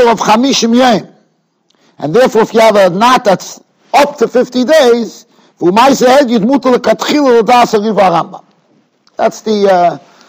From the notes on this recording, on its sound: Shiur recorded in Yeshivas Ohr Reuven, Monsey, NY.